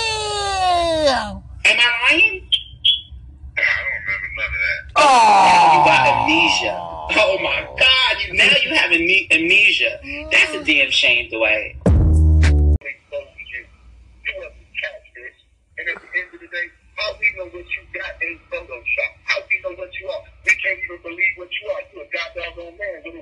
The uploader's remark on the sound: phone conversation